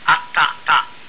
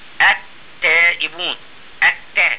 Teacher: الطاء والدال والتاء الحروف الثلاثة تخرج من طرف اللسان مع أصول الثنايا العليا